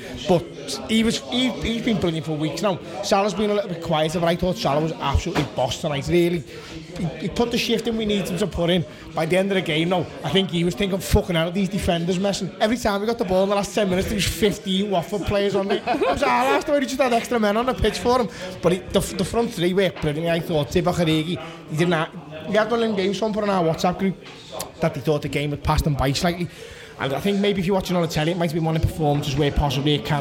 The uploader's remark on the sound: This is a 5 minutes taster from our very lively Post Match Show recorded immediately after the game at Anfield.